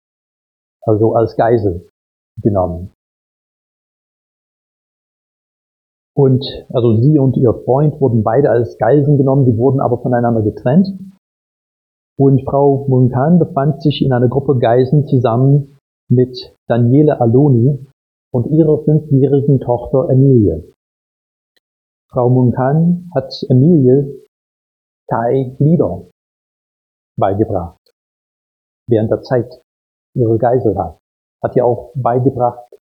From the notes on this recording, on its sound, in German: Predigt aus dem Gottesdienst vom 17.